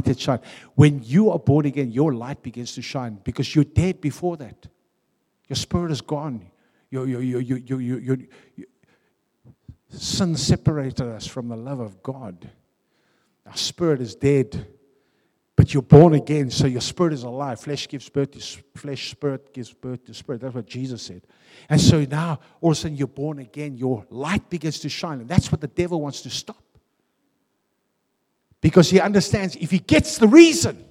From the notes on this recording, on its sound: Venue : a|City Church , Harfield , Cape Town